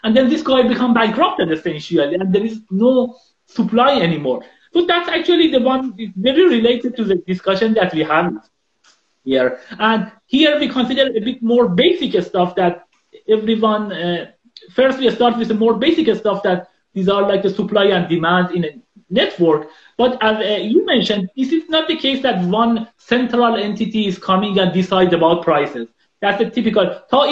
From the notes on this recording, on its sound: This is an Instagram Live